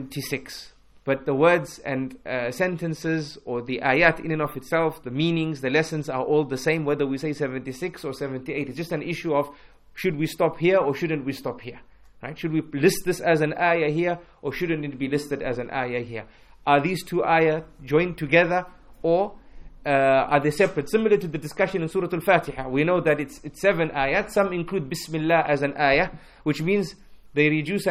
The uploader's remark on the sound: at Masjid Humayra, in East London During the Keys to Success Lecture tour, December 2018